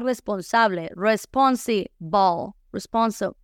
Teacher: esta combinación PLE o BLE, siempre ocurre que no se lee ple o ble, sino que se convierte en pel o bel